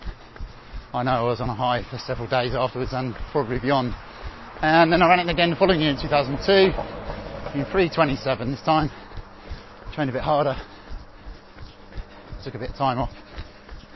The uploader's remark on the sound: I recorded some ramblings about my own journey in running and coaching which translates as 55 mins of easy running through Epping Forest on a beautiful early summer evening, chatting to myself, getting a little lost off trail but bumping into some deer as a result.